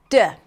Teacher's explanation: oral stop sound, the sound is stopped completely and released